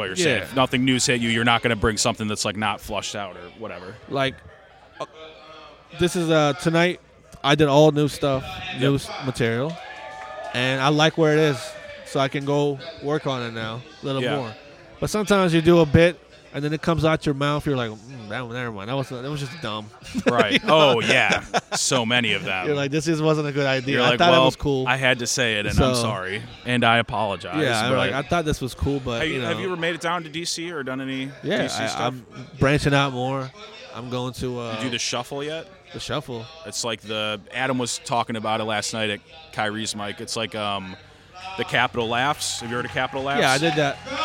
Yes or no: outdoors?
yes